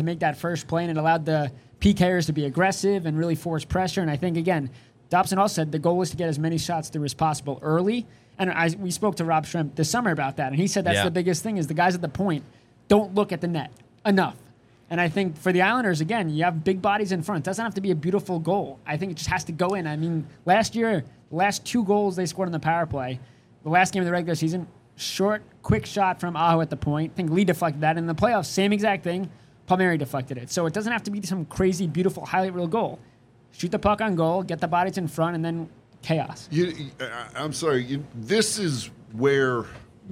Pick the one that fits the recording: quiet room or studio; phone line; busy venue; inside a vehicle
busy venue